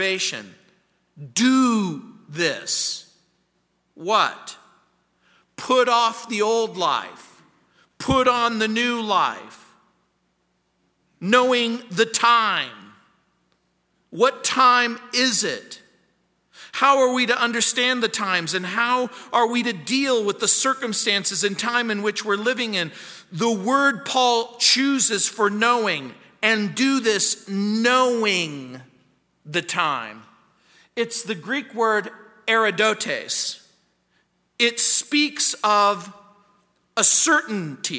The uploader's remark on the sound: At Calvary South Denver in Littleton CO.